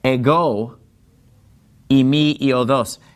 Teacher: the word ego, it gets the accent on the second syllable. See, that accent is over the omega.